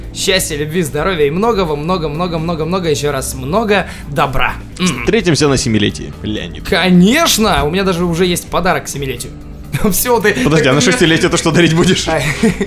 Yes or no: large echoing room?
no